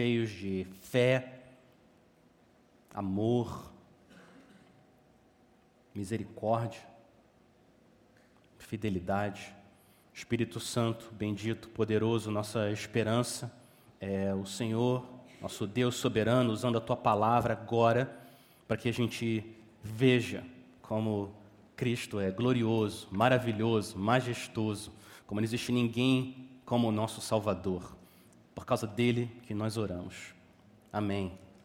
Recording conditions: large echoing room